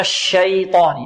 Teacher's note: الياء ماذا؟ مرققة، والطاء مفخمة